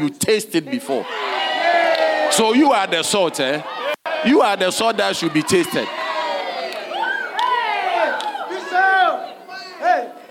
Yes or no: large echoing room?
yes